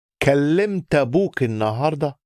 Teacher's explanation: hang around on that l a little bit more because it's a double